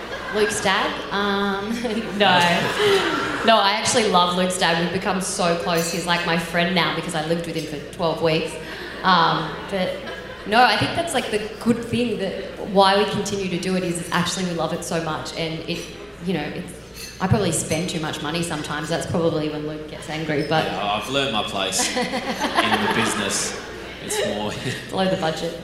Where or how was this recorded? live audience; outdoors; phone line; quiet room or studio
live audience